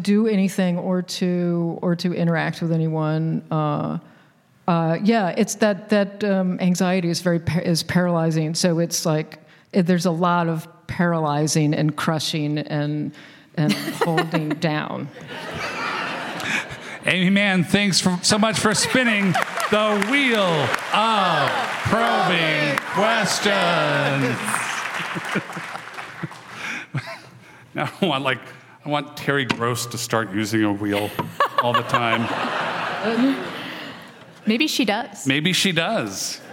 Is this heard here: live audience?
yes